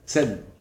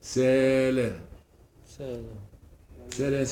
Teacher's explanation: حركة طويلة، السين على فتحة والتانية السين على ألف. الأولية مربوطة بالفتحة القصيرة وسالة فتحة طويلة